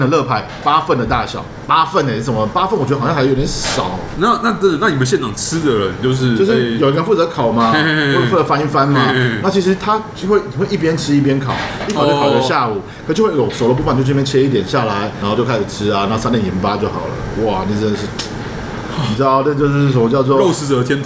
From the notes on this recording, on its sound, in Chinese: 本集白噪音指數：蚊風級 1/5。錄音地點： ABV Bar & Kitchen 台北日式居酒館。